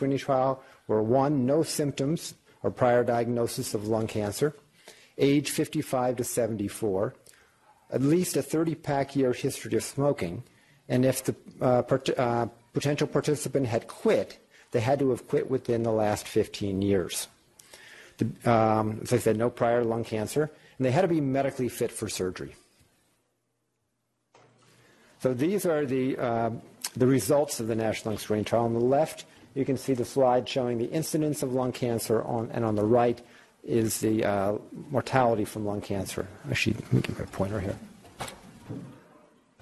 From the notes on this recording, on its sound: Norris Cotton Cancer Center Grand Rounds presented on November 6, 2018.